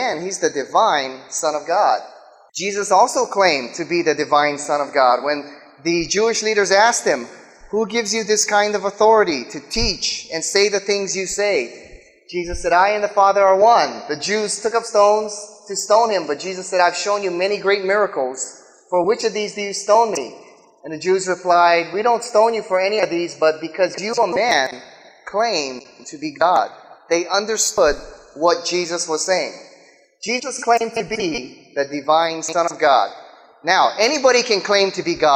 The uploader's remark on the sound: speaks in front of a live audience